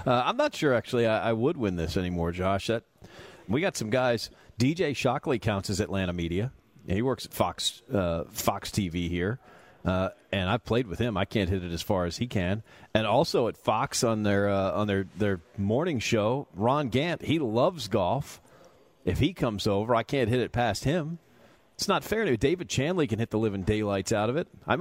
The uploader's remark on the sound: live from Chastatee Golf Club